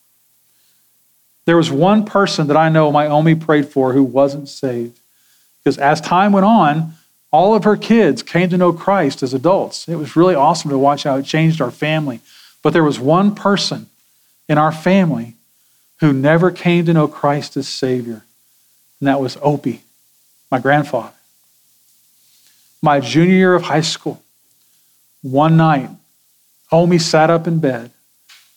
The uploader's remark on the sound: Sermon audio from Sunday, February 25, 2024.